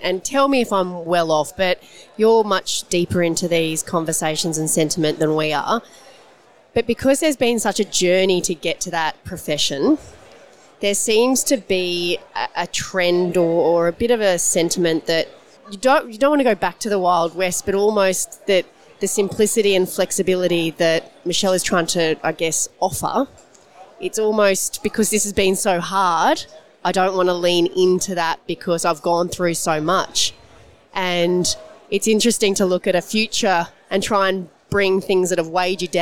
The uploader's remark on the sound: Recorded at the 2022 FPA Professionals Congress